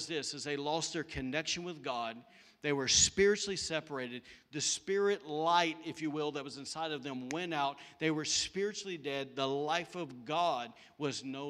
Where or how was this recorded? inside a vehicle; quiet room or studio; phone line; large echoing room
large echoing room